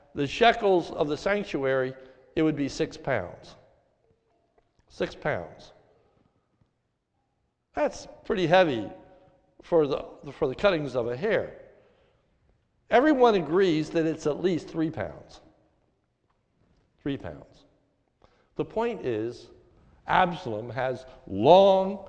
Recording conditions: large echoing room